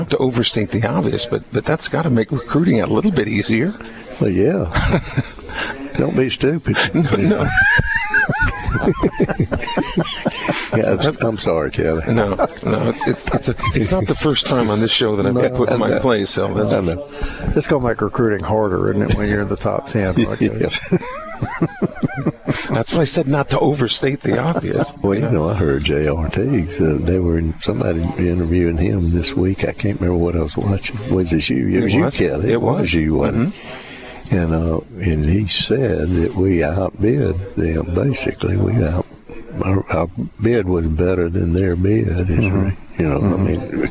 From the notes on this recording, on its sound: Introductory Press Conference with post commentary.